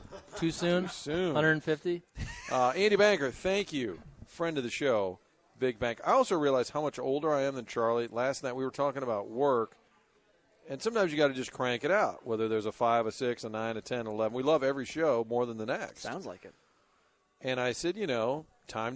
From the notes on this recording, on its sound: broadcastin live from the Great Grizzly Bear in Soulard